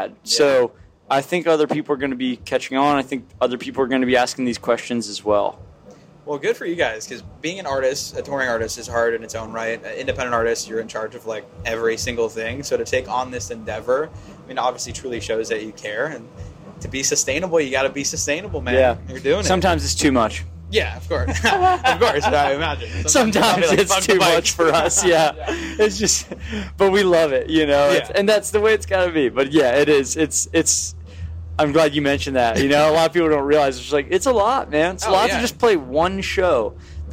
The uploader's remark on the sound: Live from In Between Days Festival. Live from In Between Days Music Festival.